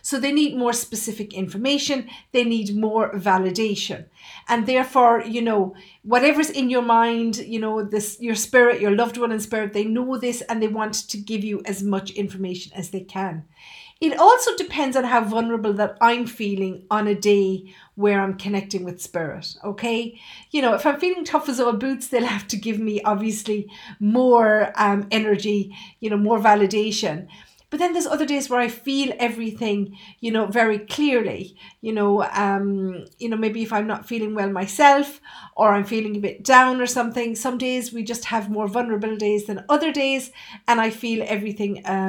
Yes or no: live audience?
no